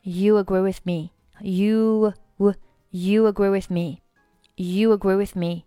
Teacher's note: 这里呢 you 和 agree 还是属于两个元音的连读，中间还是加上一个 u 的半元音